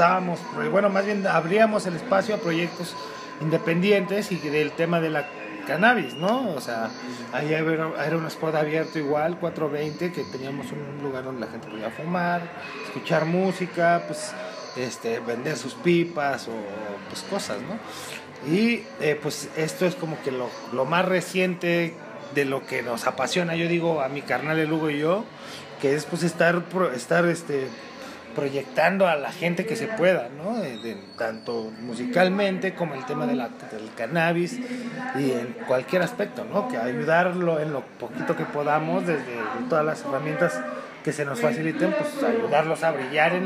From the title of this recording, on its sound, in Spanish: En Vivo En el Bazar Cannábico en Capitán Gallo